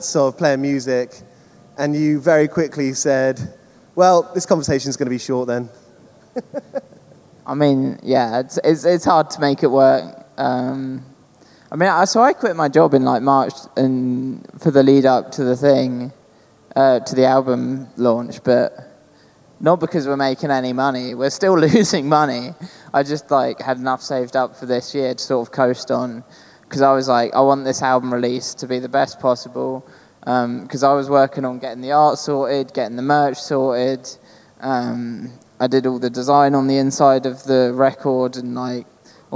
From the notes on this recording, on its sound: Live from ArcTanGent Festival. Live from ATG 2023.